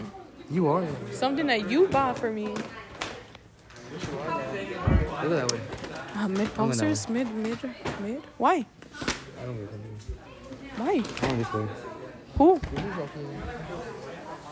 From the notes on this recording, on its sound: we went early to our school and recorded a not-so-mini-episode in the diner